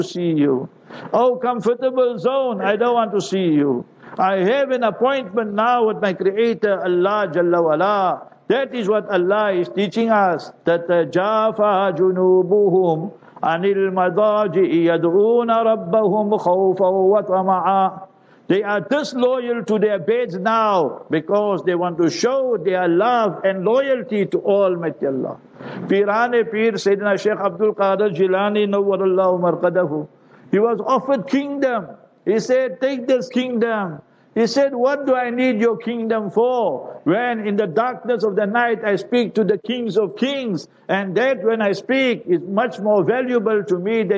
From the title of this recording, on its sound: Jumah Lecture at Glenearn Road Soofie Masjid